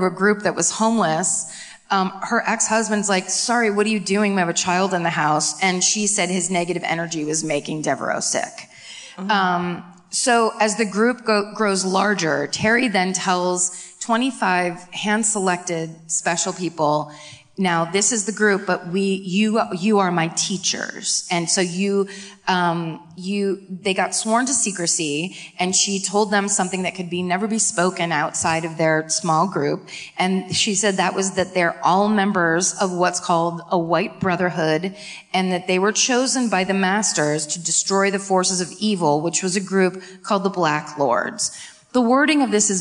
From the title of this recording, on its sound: Live At The Majestic Theatre in Dallas